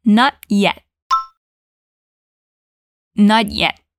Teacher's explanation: especialmente no sotaque americano, deixar esse T no ar, assim. A boca faz o movimento do T.